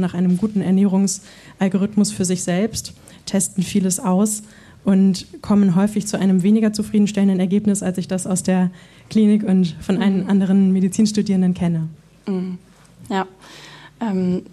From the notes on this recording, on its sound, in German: Gedankensprünge“ live vor Publikum: Im Rahmen der Langen Nacht der Museen in Lübeck waren wir erneut im Willy-Brandt-Haus zu Gast.